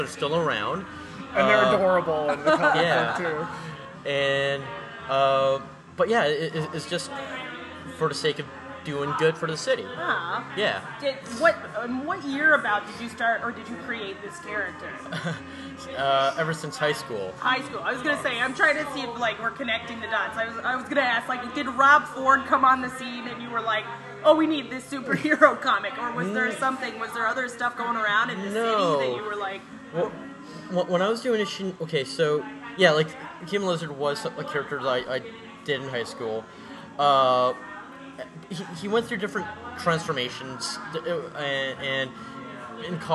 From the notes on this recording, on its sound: Recorded at the Northern Belle bar (pardon the background noise,).